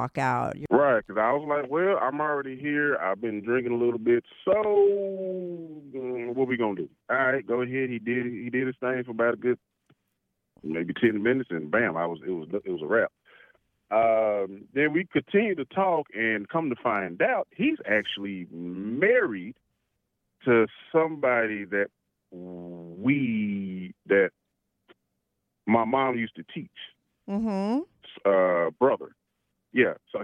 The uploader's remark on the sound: he called in to talk all about it